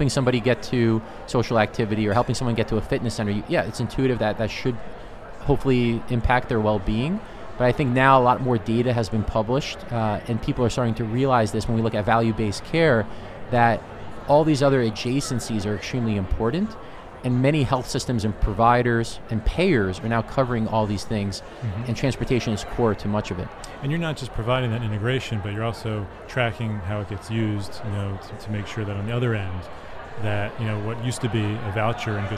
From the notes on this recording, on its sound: recorded at HLTH in Las Vegas